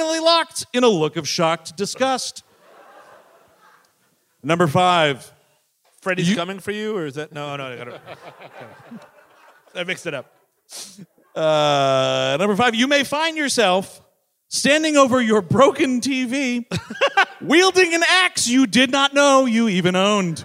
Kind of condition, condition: setting, live audience